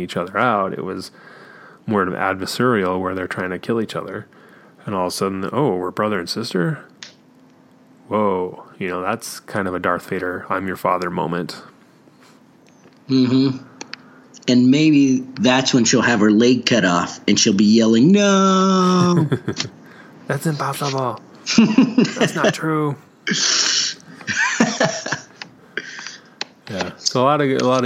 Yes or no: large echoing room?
no